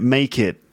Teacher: Also, the T sound in make it, it sounds a bit like a D, doesn't it?